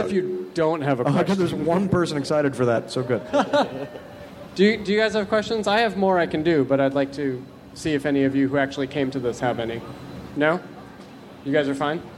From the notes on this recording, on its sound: Recorded live at the Nerdist space at Petco Park during San Diego ComicCon, on July 24, 2014.